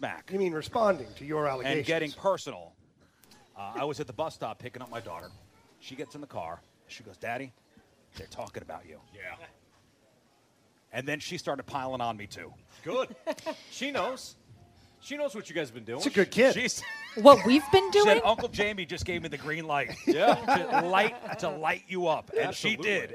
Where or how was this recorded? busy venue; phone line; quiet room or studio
busy venue